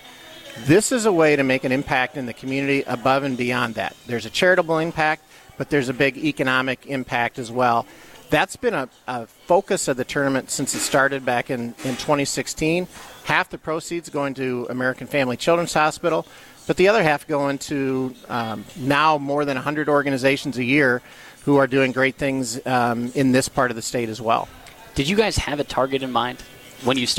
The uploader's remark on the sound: Live from the AMFAM Championship